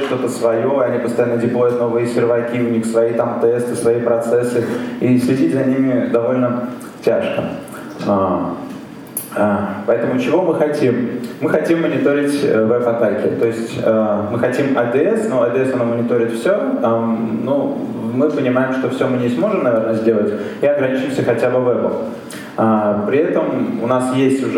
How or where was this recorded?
live audience